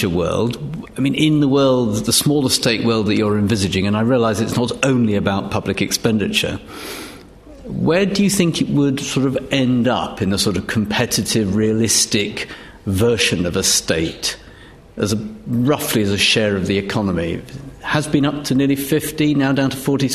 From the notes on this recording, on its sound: Recorded on 10 November 2014 in Sheikh Zayed Theatre, New Academic Building.